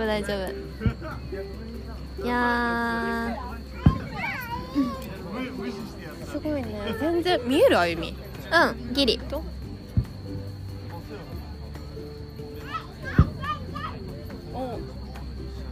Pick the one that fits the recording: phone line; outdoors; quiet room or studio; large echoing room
outdoors